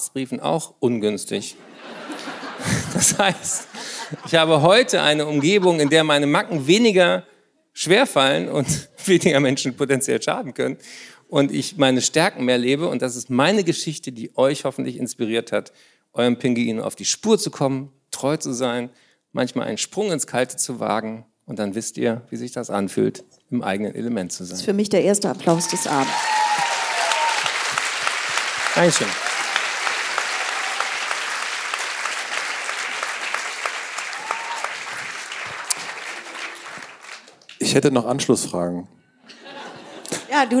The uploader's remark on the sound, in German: Wir sprechen Live vor Publikum im Kölner Gloria über Verantwortung, Glück, Glaube und Illusionen.